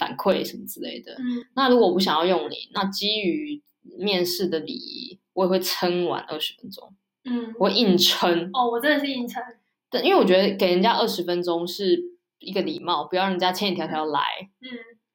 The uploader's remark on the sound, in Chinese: 這集錄音品質稍差，請見諒